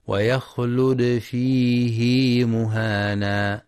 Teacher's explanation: ويستثنى لحفص كلمة واحدة وهي فيه من قوله تعالى ويخلد فيه مهانا، حيث إن حفصا وصلها بياء الصلة بمقدار حركتين بسبب التلقي والمشافهة.